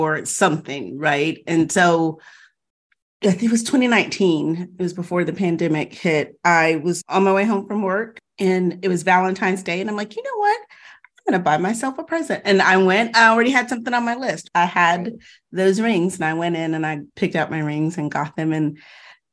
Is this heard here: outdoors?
no